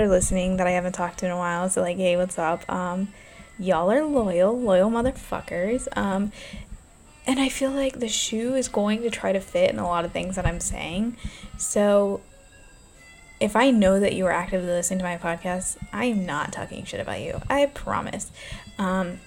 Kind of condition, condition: fault, background noise